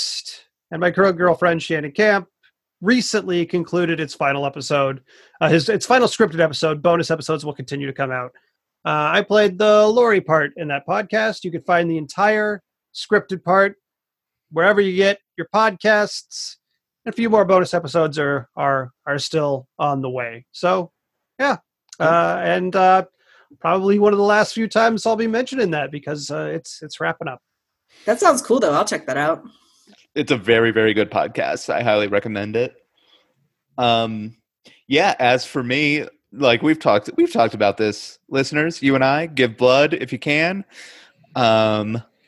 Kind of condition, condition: link, video call